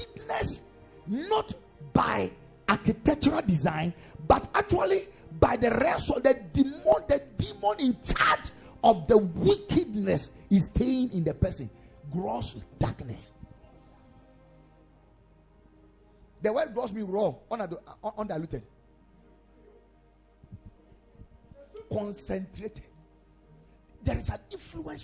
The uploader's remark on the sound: Preached at the Ekklesia Chapel